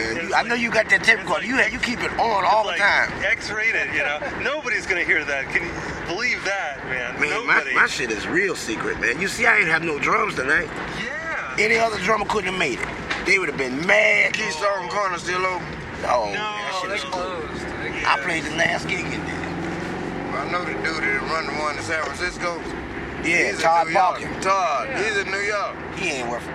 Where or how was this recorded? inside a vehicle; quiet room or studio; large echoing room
inside a vehicle